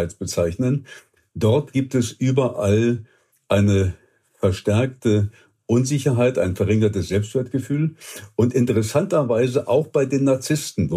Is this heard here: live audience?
no